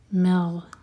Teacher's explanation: مغ میم light اور غین ساکن پر جھٹکا نہ ہو